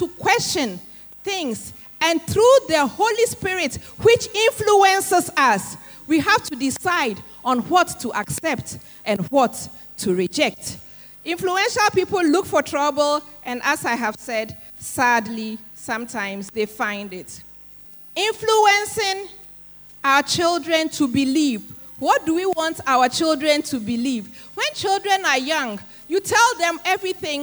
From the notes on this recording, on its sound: Sermon preached at CBC Adabraka Campus